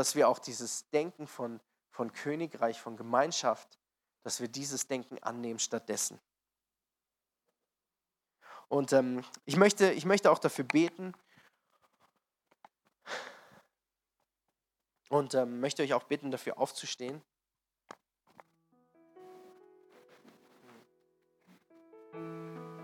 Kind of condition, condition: setting, large echoing room